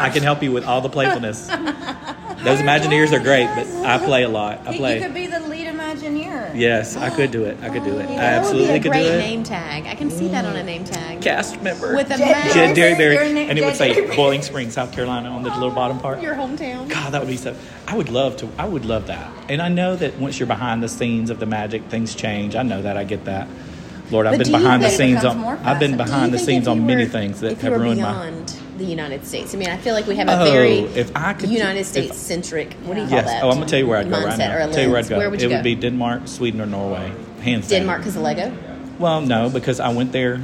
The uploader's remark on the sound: We met for coffee and decided to record a podcast while having our warm beverage.